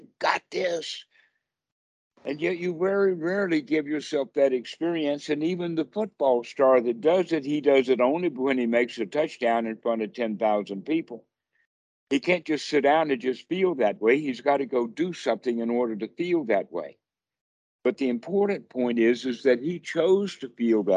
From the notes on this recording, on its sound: skype calls